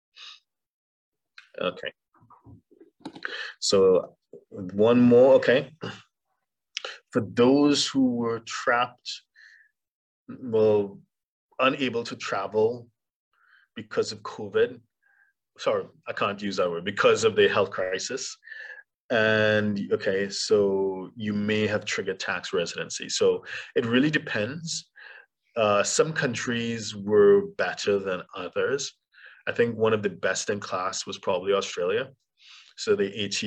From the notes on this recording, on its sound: For those joining us on Zoom.